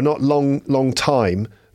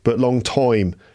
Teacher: So that oi sound instead of an I sound. · Shown in: second take · So in time, in a Birmingham accent, it's going to sound like time as well.